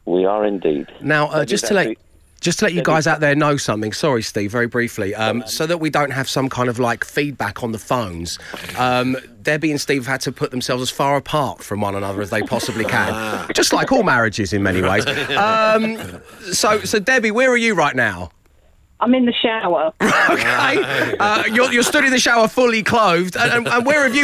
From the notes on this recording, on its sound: back on the phone